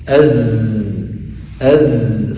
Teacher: هذا الحرف هو من حروف الصفير، وثلاثتها يعني حروف الصفير تخرج من طرف اللسان مع وضعه عند الصفحة أسفل الصفحة الداخلية، هذه الصفحة الداخلية للأسنان السفلى، نضع طرف اللسان في أسفل الصفحة الداخلية للأسنان السفلى. أز فالصوت يمر من بين الأسنان، من بين الأسنان العليا والسفلى.